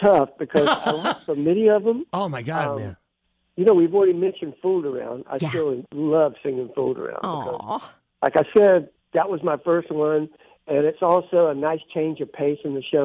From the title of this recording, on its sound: on the phone